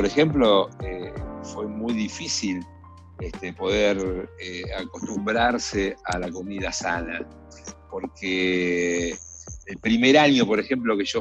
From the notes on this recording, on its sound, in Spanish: nos hizo abrir varias reuniones de Zoom porque con una sola nos quedábamos cortos